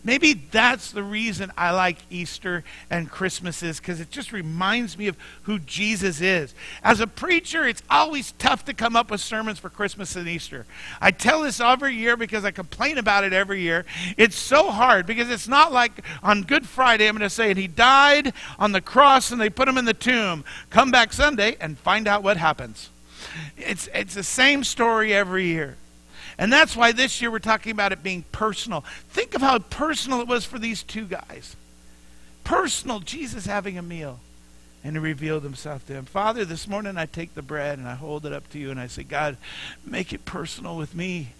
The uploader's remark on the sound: Mt. Zion Church Live!